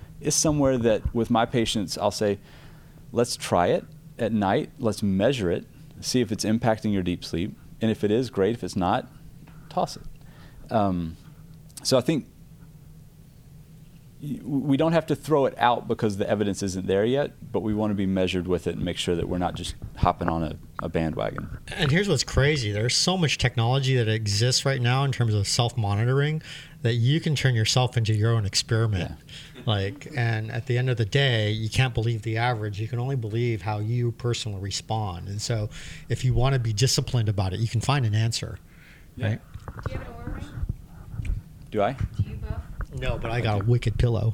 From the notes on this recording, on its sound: This was recorded during the event, and our cycling pros were feeling the energy from a day of great riding.